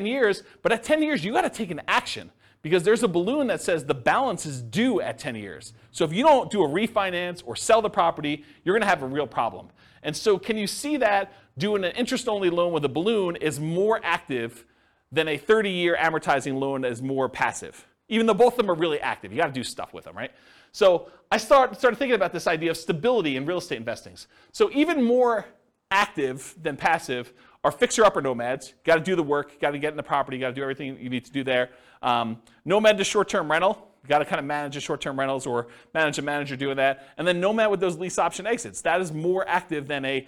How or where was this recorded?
live audience